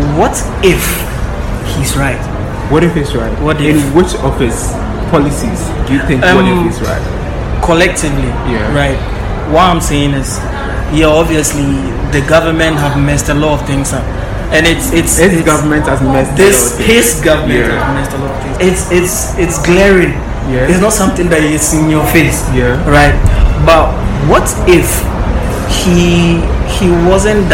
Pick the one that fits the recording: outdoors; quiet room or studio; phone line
outdoors